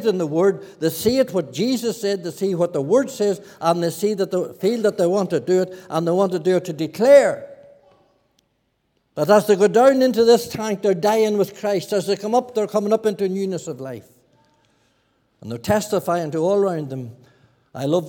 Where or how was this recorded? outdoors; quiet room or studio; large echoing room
large echoing room